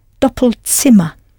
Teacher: You had to change the vowel sound slightly, double to doppel, and I hope you pronounced the Z as though it was a TS